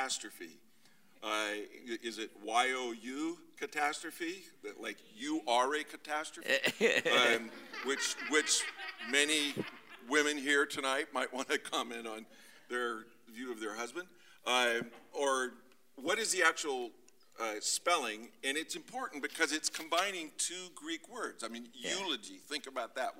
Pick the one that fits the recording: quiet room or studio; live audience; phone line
live audience